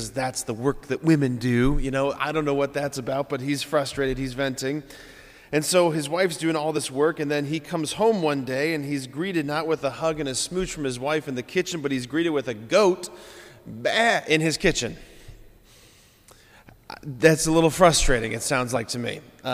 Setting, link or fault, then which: setting, large echoing room